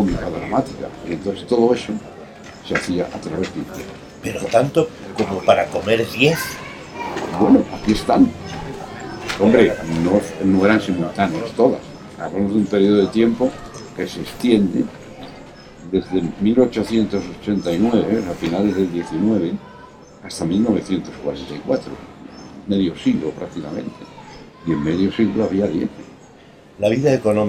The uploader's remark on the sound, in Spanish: Mirada con libro en un jardín con mucho ruido.